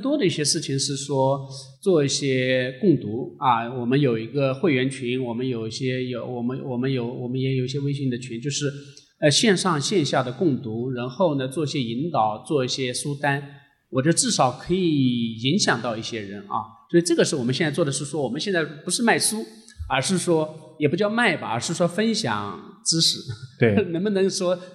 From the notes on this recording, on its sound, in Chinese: 来到现场。这期节目我们一起来听听当天的现场录制。